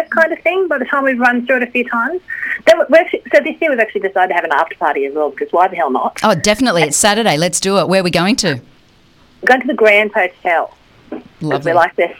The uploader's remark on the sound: called in to give us all the details